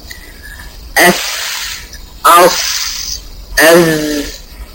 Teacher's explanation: بيجري الصوت في مجرى ضيق بينحصر فيه الصوت، فبنسمع صوت الصفار او الصفير. طبيعه مخرج الحروف دي هو اللي بيؤدي الى صوت الصفير، تمام؟ · الصاد والزاي والسين بتطلع من طرف اللسان الدقيق، الطرف المستهدق، معناه يحزين الصفحة الداخلية للأسنان السفلى، للسنان السفلى، مع إيه؟